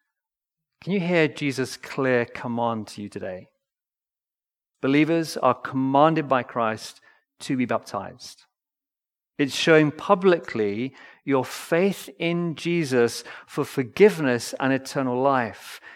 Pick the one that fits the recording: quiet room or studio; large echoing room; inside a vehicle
large echoing room